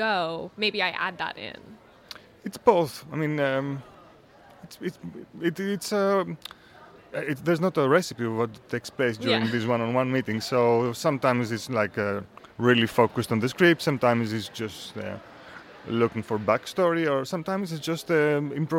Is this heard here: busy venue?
yes